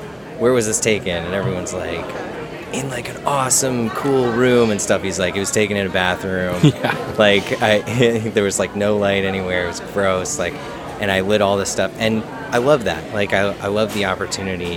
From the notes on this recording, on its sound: We apologize in advance for the background noise in this one as it was recorded in the middle of a busy airport before an impending blizzard. Pre-blizzard epicast.